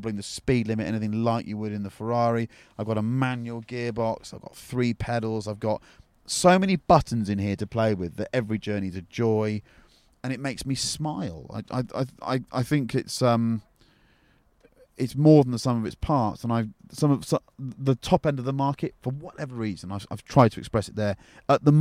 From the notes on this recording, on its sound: The two shoot the breeze in a leafy pub car park in Wiltshire.